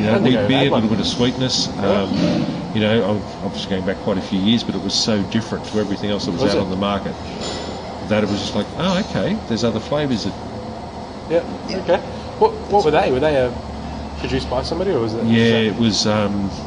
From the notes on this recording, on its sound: In this episode we caught up with owner & head brewer of White Brick Brewing at North Lakes, QLD. The brewery was a little loud, so there's a lot of background noise as well as loads of hiss. Apologies in advance for the poor audio quality.